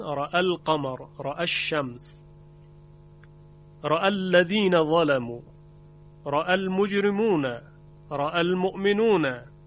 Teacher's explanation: در برخی از کلمات به لحاظ اینکه التقای ساکنان پیش آمده، الف حذف میشه در وصل، مثل رأى القمر که الف به خاطر اینکه همزه متصل شده به لام رأل، و التقای ساکنان که اینجا به وجود آمده اون الف رو حذف کردن، رأى القمر، رأى الشمس، رأى الذين ظلموا، رأى المجرمون، رأى المؤمنون.